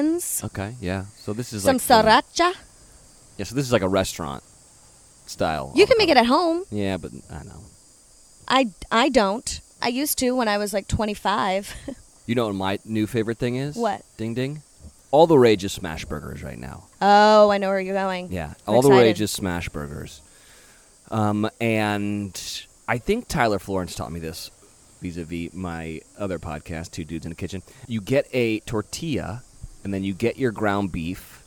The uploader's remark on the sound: The sounds of Mexico accompany your hosts as they bring us along on their adventure in paradise. Listen to the sound of the waves.